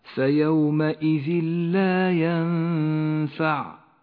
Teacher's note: التنوين وبعده حرف اللام، إدغام بلا غنة، أما التنوين فإنه لا يلفظ لذلك لون بالرمادي، وأما اللام التي بعده فتشدد.